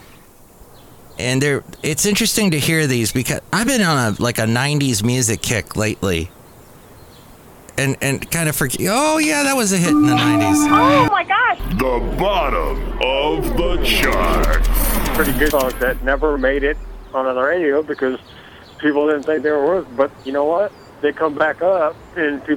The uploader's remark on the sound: podcasts live from Café Anyway